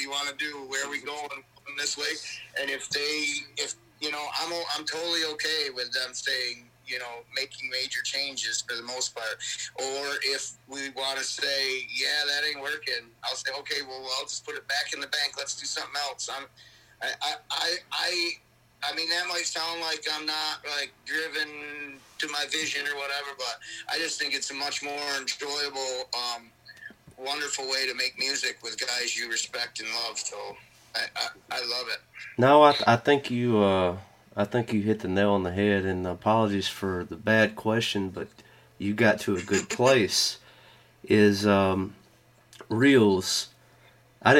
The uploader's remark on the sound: burnt the phone lines up to Versailles, New York